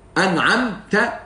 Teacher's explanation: اظهار حلقي انعمت والميم الثانيه الساكنه دي اظهار شفوي فالكلمه نفسها الفعل الماضي ده فيه نوعين من الاظهار النوع الاول في النون اظهار حلقي والنوع في الثاني في الميم الساكنه اظهار شفوي